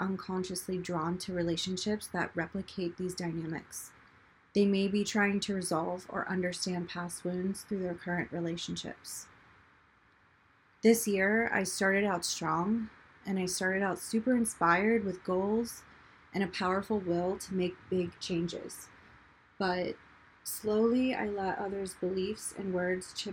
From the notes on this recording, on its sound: If you can hear the white noise in the background of this recording it's because the mic kept giving me feedback noises while recording.